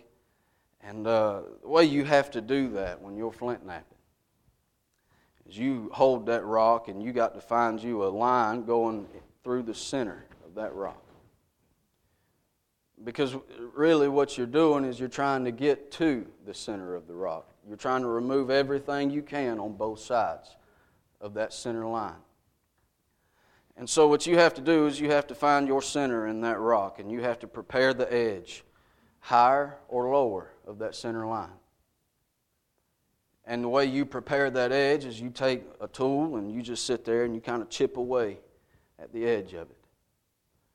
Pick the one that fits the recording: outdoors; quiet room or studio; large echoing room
large echoing room